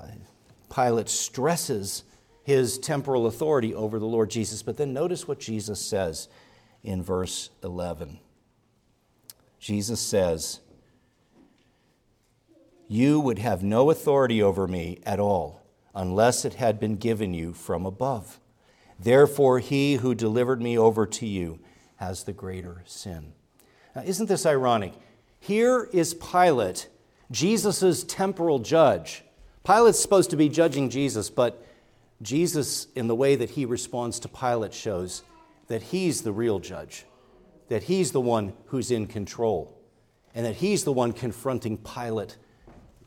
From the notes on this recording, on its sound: preached at Grace Orthodox Presbyterian Church in Sewickley, PA, during the morning Worship Service on Sunday, January 7, 2024